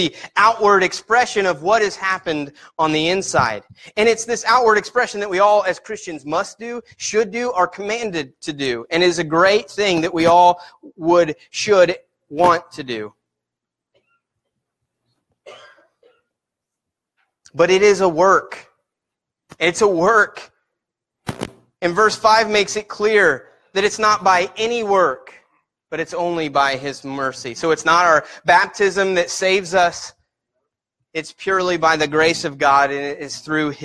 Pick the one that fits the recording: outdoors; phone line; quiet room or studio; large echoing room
large echoing room